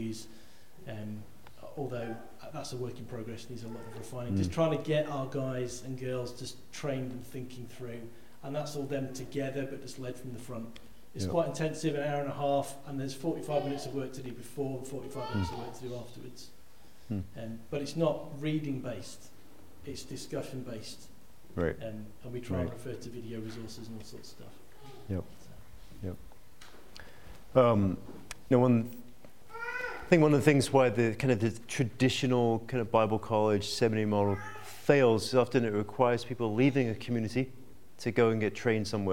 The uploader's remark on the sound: This weeks podcast was recorded at the 2022 Medhurst Ministries Weekender and features a Q&A Session.